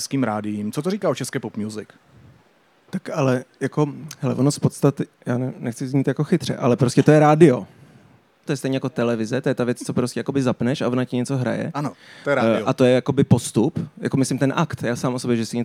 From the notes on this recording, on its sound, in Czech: na stage festivalu United Islands